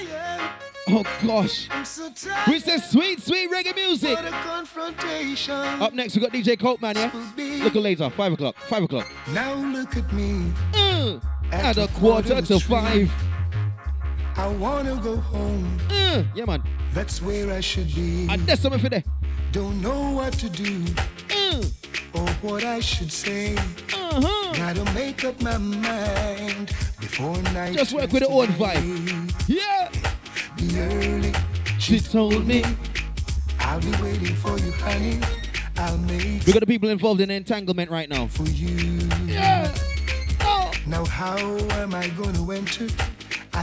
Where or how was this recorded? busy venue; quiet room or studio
busy venue